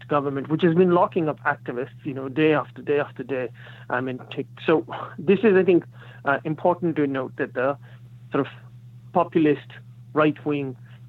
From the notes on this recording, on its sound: got together by phone